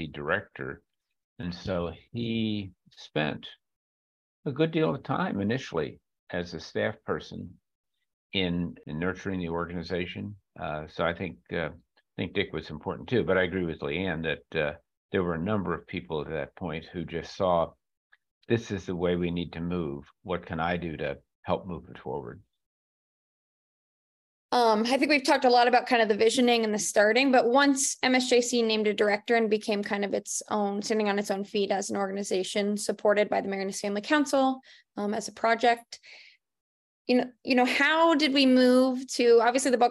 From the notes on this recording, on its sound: This podcast is a recording of a Zoom conversation